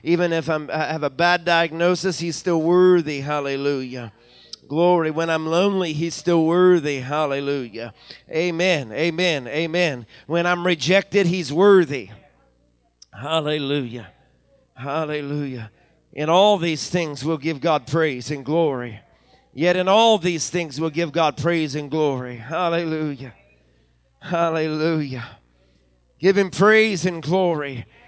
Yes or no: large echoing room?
yes